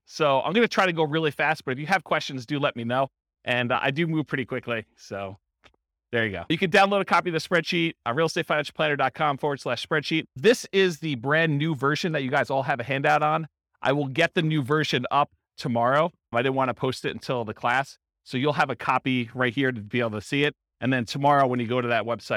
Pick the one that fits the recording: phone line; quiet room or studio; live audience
live audience